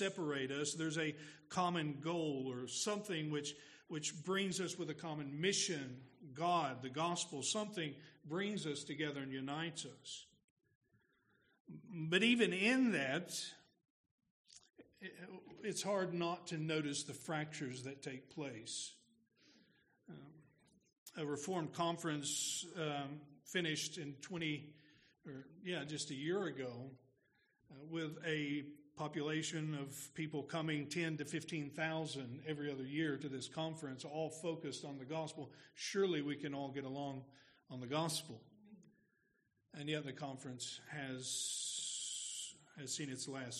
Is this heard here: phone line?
no